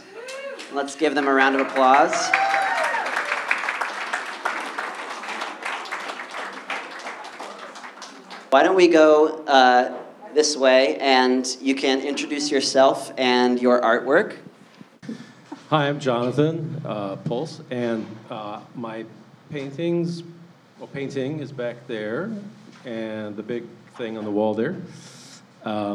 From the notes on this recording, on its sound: A live recording from the Peace, Be Still art reception.